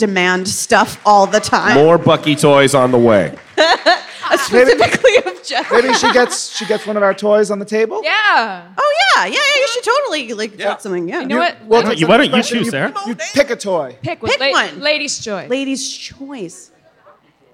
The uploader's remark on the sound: Live at New York Comic-Con 2018